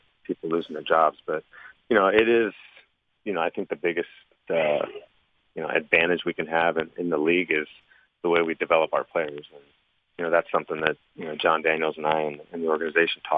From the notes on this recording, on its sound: Called in to the Ben and Skin show.